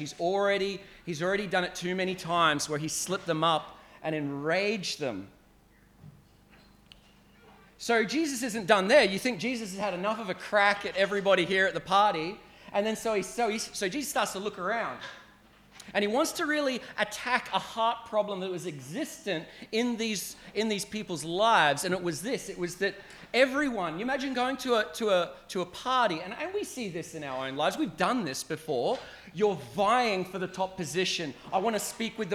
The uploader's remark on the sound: at Clarence Valley Community Church, South Grafton.